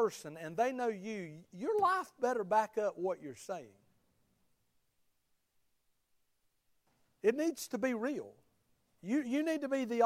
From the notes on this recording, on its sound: Sermon of the Sunday morning service at Liberty Baptist Church.